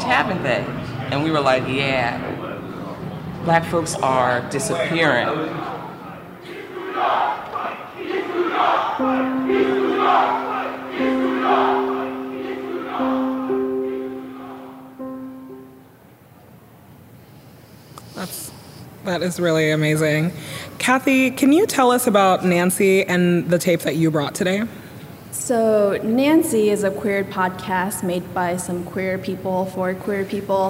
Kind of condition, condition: setting, live audience